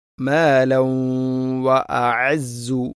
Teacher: മിൻക മാലൻ വഅഅസ്സു, മാലൻ തൻവീന് ശേഷം വാവ്, തൻവീന് ശേഷം വ എന്ന അക്ഷരം വന്നാൽ ഇദ്ഗാം നാഖിസ്, തൻവീനിനെ വാവിലേക്ക് കൂട്ടിലയിപ്പിക്കണം